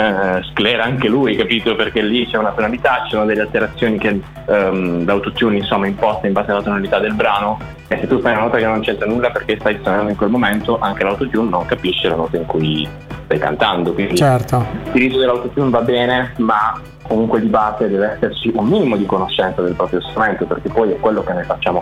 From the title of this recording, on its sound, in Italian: INTERVISTA TELEFONICA